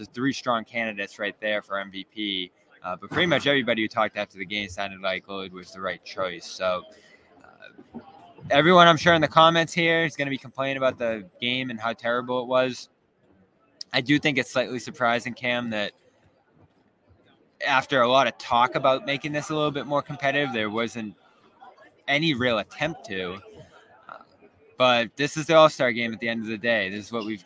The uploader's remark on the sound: The Garden Report goes live from All-Star Weekend!